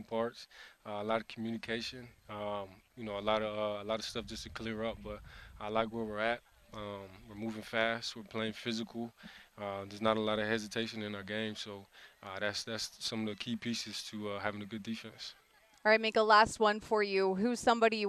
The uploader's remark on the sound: In the Locker Room Live from Steelers Camp.